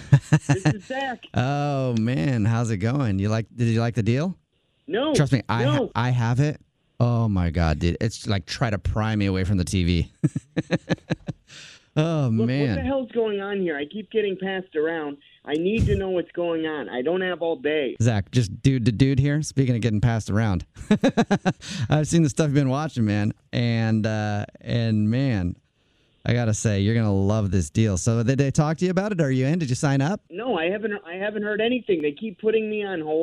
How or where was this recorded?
phone line